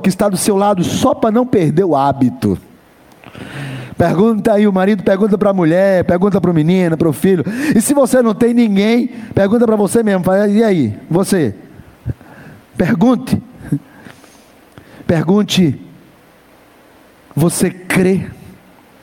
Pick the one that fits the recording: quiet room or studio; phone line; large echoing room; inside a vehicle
large echoing room